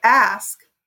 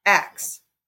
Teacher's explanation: these metatheses of the S and a voiceless obstruent have switched places in lots of words · Term: metathesis